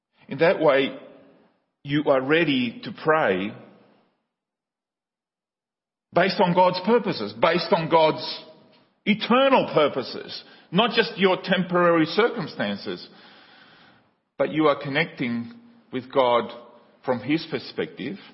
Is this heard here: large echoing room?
yes